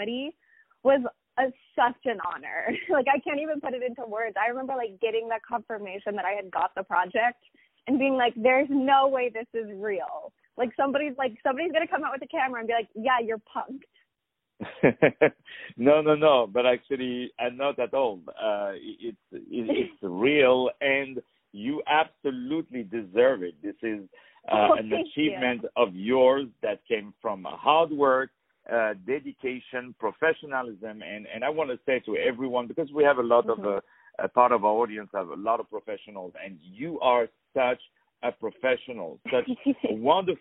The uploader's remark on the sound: On the phone.